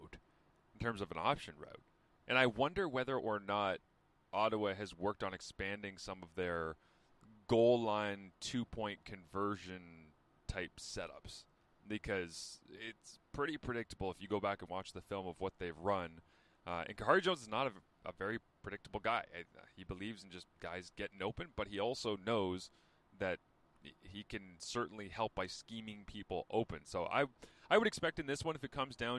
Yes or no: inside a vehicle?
yes